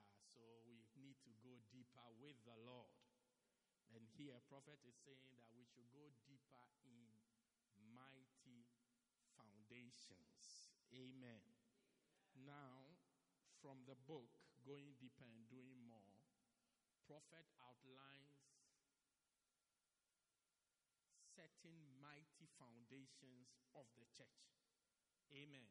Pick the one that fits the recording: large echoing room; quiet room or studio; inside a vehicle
large echoing room